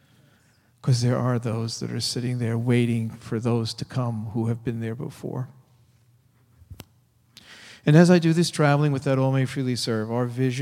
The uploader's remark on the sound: Delivered at First Congregational Church of Oakland, CA.